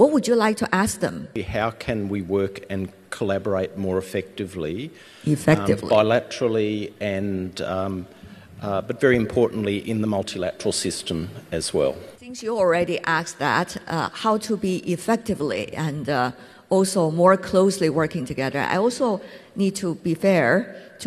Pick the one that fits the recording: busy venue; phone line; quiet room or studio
busy venue